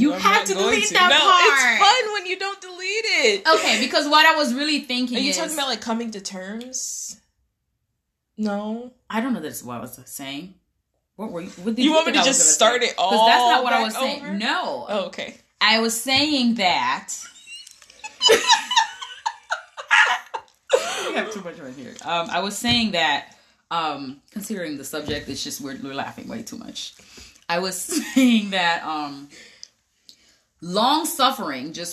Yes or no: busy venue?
no